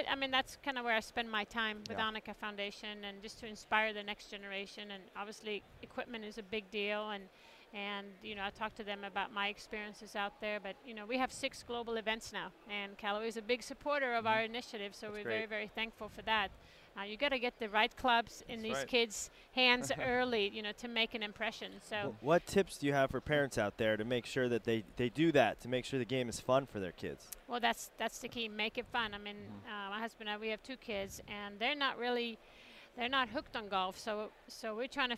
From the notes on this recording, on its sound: Recorded at the PGA Show in January.